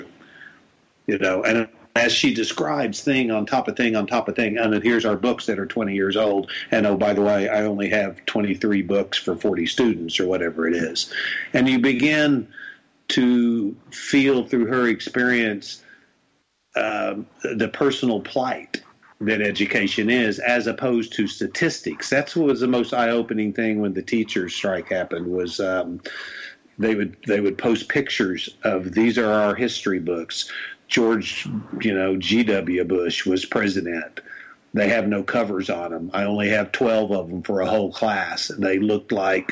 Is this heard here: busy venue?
no